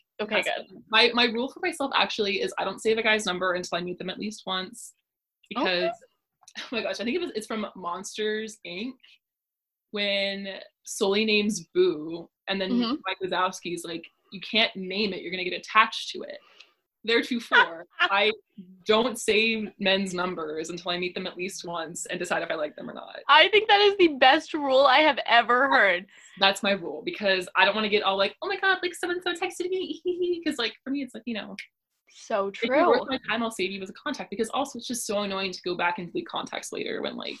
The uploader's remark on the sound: this time from the virtual Zoom studio